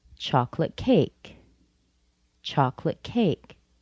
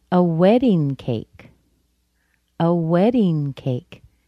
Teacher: I stressed the first word, wedding. · Shown in: second take · This means that in our minds, it has one idea. · Chocolate is strong, but cake is stronger.